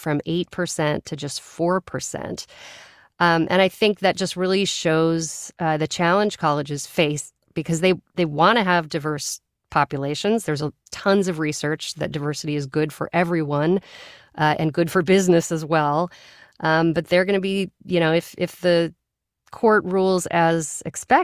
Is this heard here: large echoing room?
no